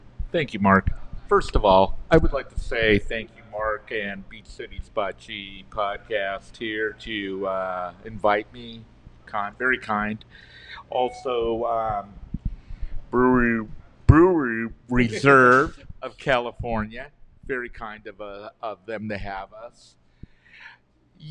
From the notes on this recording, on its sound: Special thanks to Brewing Reserve of California for allowing us to record in their brewery.